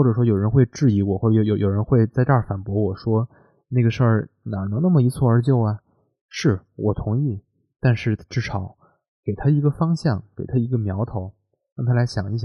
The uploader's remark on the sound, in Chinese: 希望大家体谅我的录音和剪辑